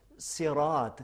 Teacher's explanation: اس کے بعد جو آتا ہے صراط، کہ شاید پہلے والے پروگرام میں بھی یہی کہا تھا کہ صاد، صراط صاد ہے، یہاں پہ سین نہیں ہے. سین کو سین کا موٹا تلفظ کر دیں تو صاد بن جاتا ہے